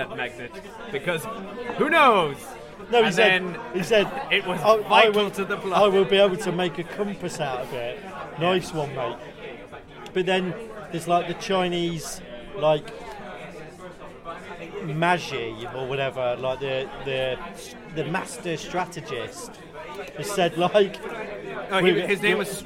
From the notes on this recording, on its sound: This episode contains some cans, pub noise